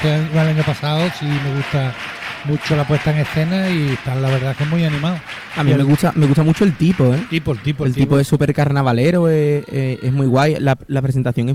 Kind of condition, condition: setting, live audience